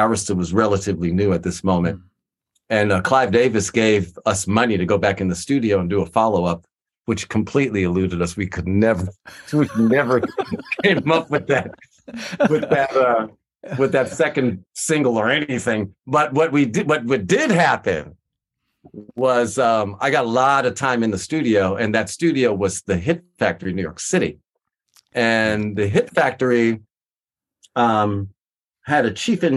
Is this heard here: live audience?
no